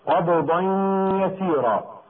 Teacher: تنوين أدغم في الياء